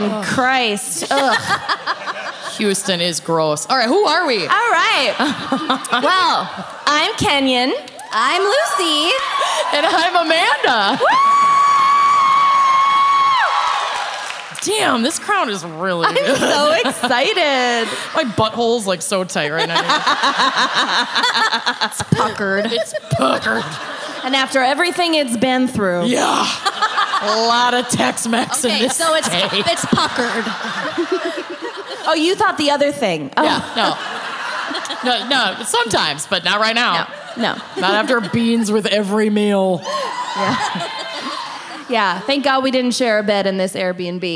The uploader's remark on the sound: Music Fest Mishaps (Austin LIVE).